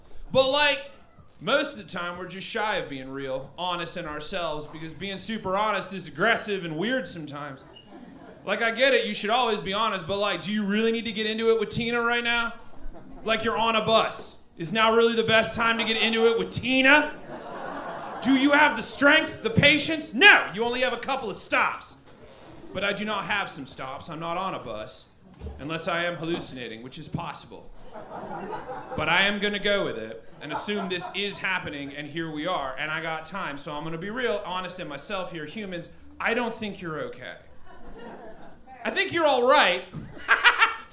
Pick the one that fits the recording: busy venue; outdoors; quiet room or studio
busy venue